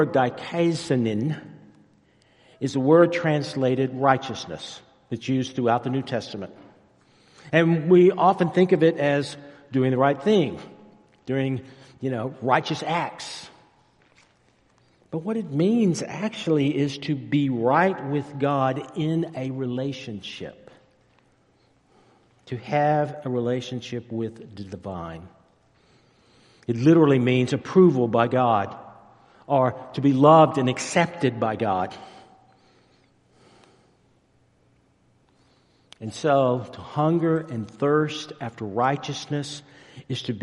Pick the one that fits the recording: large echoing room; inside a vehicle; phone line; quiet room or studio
large echoing room